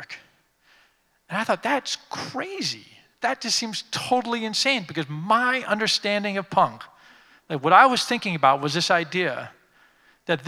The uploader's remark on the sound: Creative Time Summit DC: Occupy the Future. Keynote speaker at our 2015 Summit, Occupy the Future, which took place in Washington, D.C.